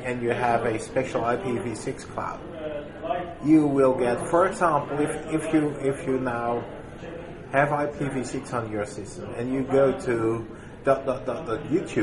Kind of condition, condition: setting, busy venue